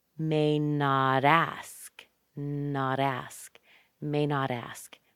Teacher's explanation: And when we put it with a vowel sound, that T is between two vowels, so we soften it to may not ask, not ask.